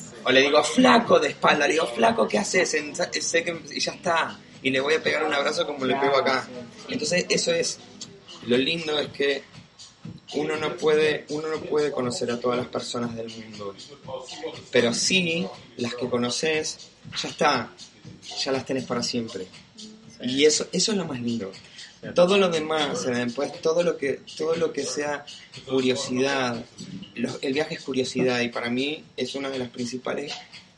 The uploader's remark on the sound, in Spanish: Este primer capítulo fue grabado en el lobby del Choice, un Backpacker en el centro de Auckland.